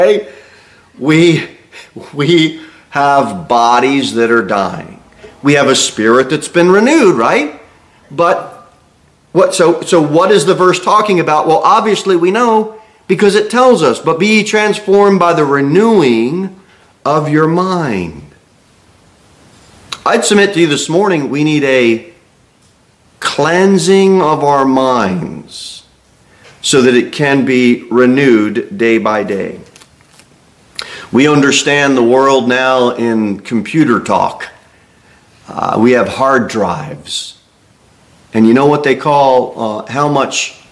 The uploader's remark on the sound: Sermon delivered at Pilgrim Baptist Church